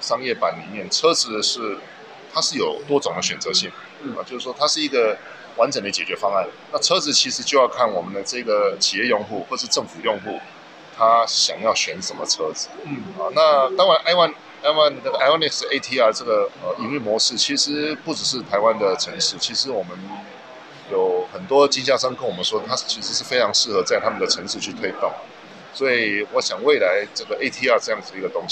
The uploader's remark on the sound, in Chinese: Kisplay米蘭二輪車展現場直擊！